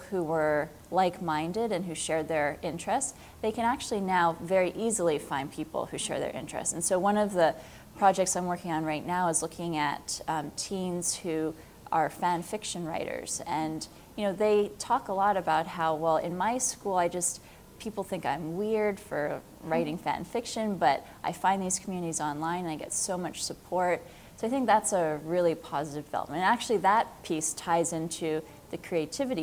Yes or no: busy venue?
yes